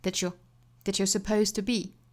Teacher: that you 那两个词都要做弱读读得比较快的话呢也是会带出一个小 ch 的发音